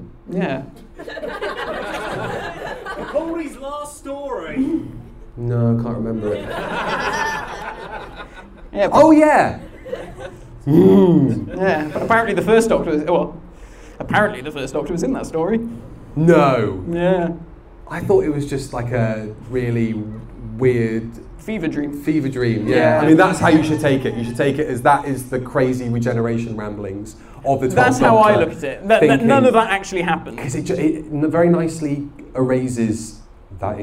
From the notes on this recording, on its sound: LIVE at Pandorica 2021.